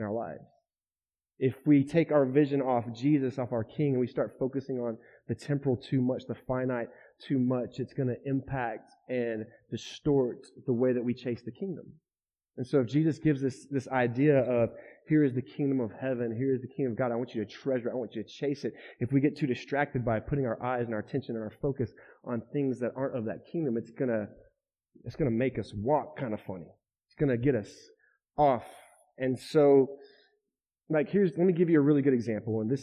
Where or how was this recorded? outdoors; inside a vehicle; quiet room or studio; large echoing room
large echoing room